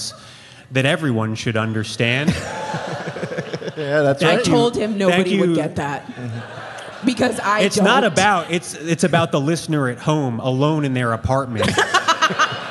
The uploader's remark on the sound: Live in Austin. Recorded live at Stateside at the Paramount!